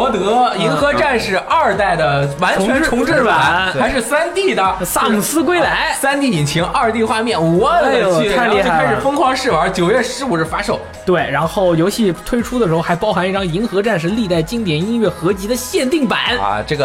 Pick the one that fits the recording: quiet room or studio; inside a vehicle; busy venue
busy venue